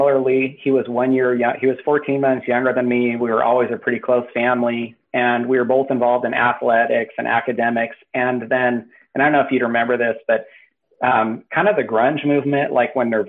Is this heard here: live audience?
no